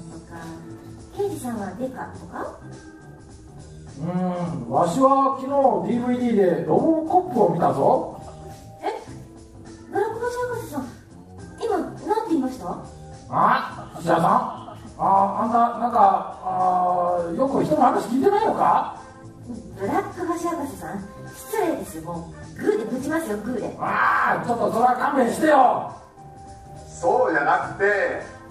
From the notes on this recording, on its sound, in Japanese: 公開録音の模様をお届けいたします。明石市立天文科学館のイベント、てんもん春分祭で。